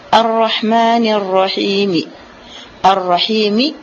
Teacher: Raum itu artinya adalah berhenti di akhir kalimat. Dengan membaca sedikit atau sepertiga dari kadar harakat huruf yang terakhir.